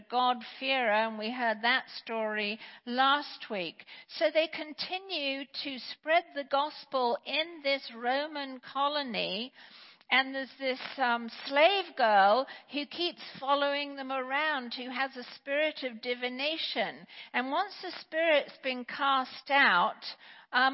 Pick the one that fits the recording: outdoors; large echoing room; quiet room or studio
large echoing room